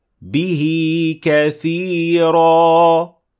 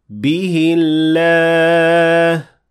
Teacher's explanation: The first one is with ishba' and the second one without.